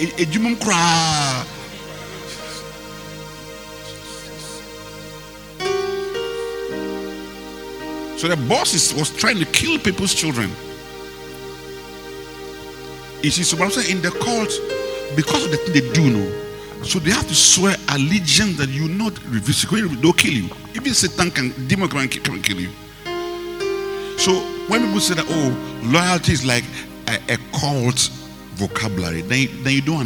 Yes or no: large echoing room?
yes